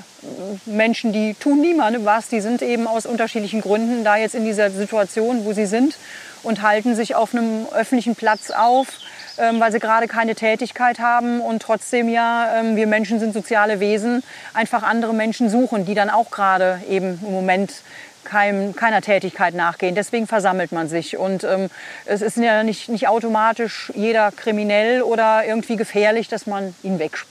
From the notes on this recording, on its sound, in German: Diesmal habe ich mich mit dem Podcast zum ersten mal nach draußen getraut: Die Aufnahme ist am Rheinufer entstanden. Diesmal habe ich mich mit dem Podcast zum ersten mal nach draußen getraut: Die Aufnahme ist am Rheinufer entstanden. Im Engerser Feld, am Ende der Panzerstraße.